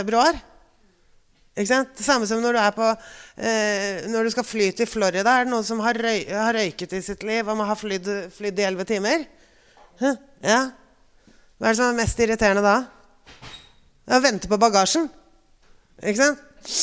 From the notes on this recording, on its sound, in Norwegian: LIVE FRA DOVREHALLEN.